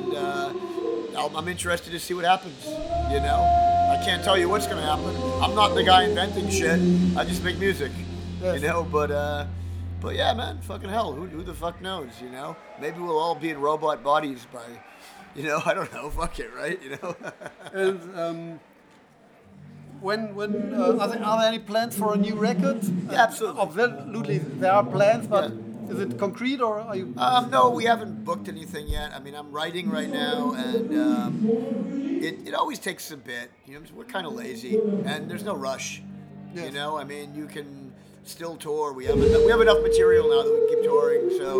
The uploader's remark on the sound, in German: als die Vorband bereits auf der Bühne stand